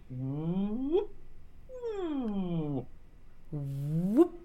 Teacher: The other word is whoop, like whoopsie daisy, which starts with the vibration on the lips kind of automatically.